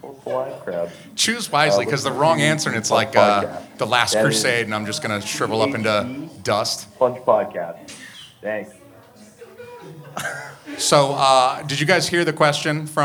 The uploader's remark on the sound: We go live at Curlies Comedy Club, New Hampshires only comedy club